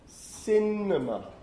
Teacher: So the stress is on the third last syllable.